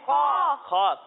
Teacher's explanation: اور آپ کو یہ بھی یاد ہوگا کہ حروف مستعلیہ کو موٹا کر کے پڑھتے ہیں، تو یہاں پر ہم خا کو موٹا کر کے پڑھیں گے